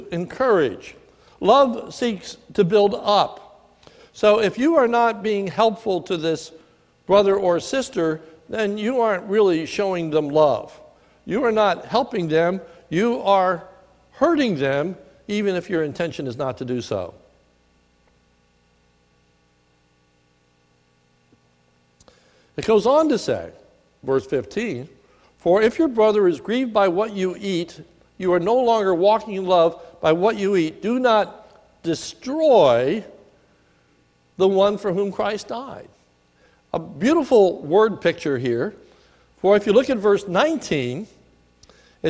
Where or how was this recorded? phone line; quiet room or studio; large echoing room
large echoing room